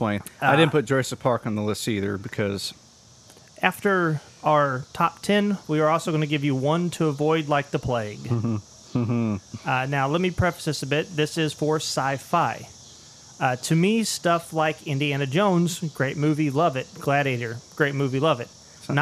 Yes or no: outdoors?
yes